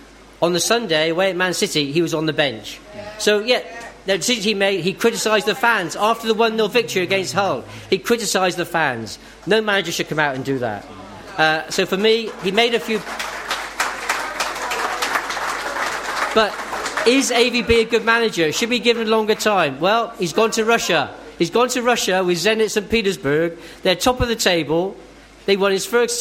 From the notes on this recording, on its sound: It's the Spurs Show LIVE at The Guanabara Club in Covent Garden!